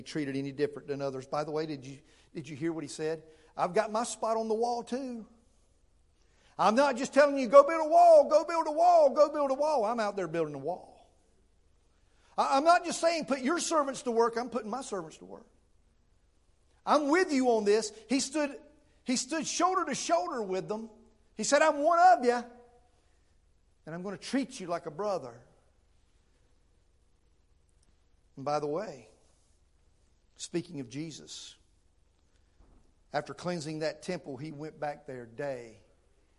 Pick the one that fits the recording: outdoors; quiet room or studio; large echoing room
large echoing room